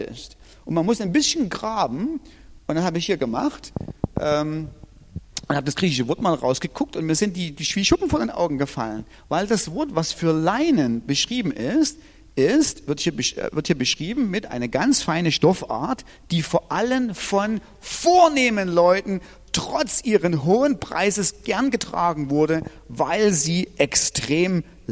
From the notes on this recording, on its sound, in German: Diese Predigt ist aus dem Gottesdienst